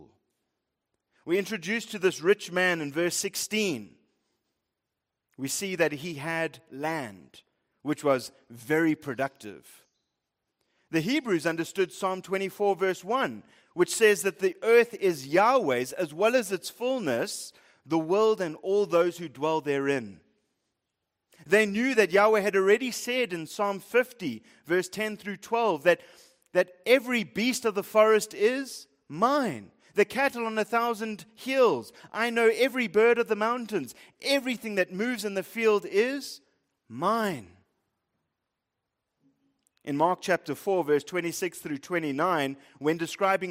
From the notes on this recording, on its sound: Preached at Living Stone Bible Church, Fourways, South Africa.